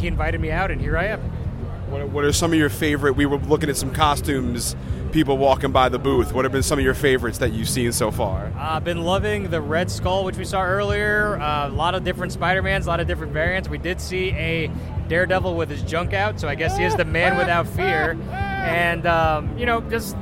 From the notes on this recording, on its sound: Recorded live at NY Comic Con. There are interviews and special guests right from the show floor.